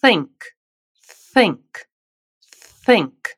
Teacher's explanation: Esse TH é aquele que nós chamamos de unvoiced ou não vozeado, ou seja, é um som que não faz a sua garganta vibrar. Para reproduzi-lo, é preciso colocar a língua entre os dentes e soprar, como uma cobrinha.